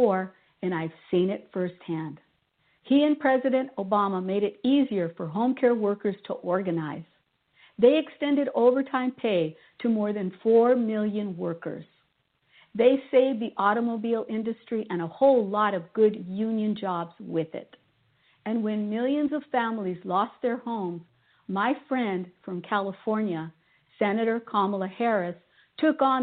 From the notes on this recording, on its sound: On opposite coasts in the USA. It is a live call in show.